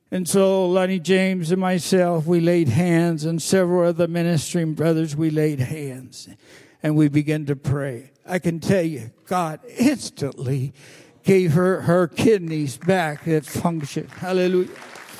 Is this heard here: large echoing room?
yes